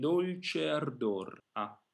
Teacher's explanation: it's better to think of an ah as a little smaller and always in the front · The A vowel is always in a very frontal position, very relaxed, but to go back to the example of A that you gave, try not to think of it as being too big, because that has a tendency to fall back in the mouth and almost become an O.